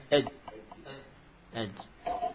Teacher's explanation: Jim suaranya terputus saat disukun · Term: syiddah